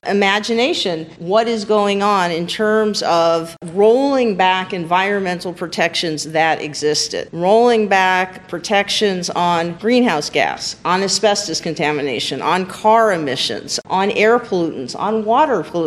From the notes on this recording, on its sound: These four episodes were recorded at the 2018 SEALS conference. Four of us got together as a panel. This was a panel, not a typical studio recording.